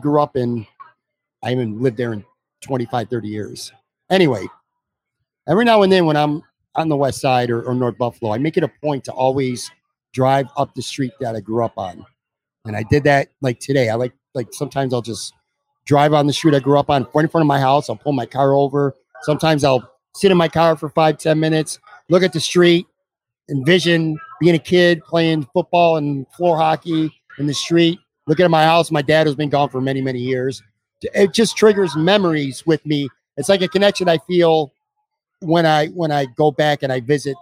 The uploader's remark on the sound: LIVE From Imperial Series. A conversation taped live from Imperial Pizza in South Buffalo. Imperial Pizza (1035 Abbott).